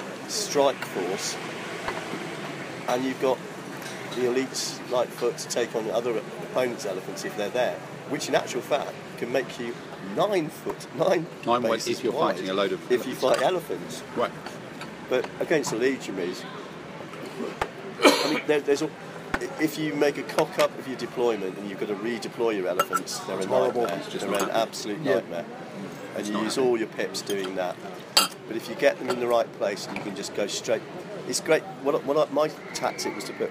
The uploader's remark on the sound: live from the (tapas bar) table-top in Spain